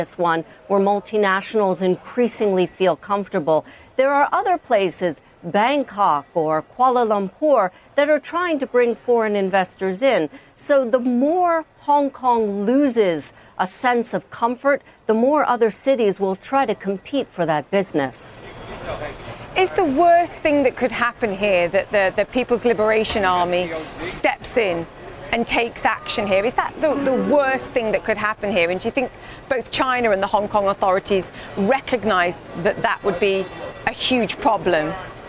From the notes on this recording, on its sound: live from the New York Stock Exchange